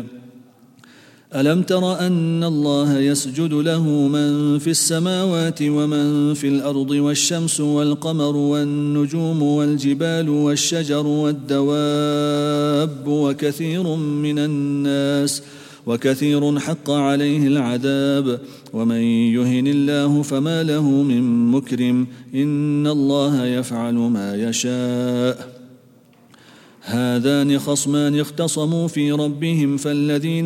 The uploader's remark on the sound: at the Houghton Masjid (West Street)